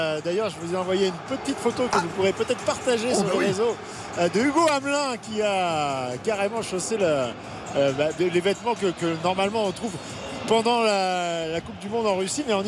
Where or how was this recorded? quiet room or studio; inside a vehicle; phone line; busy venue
busy venue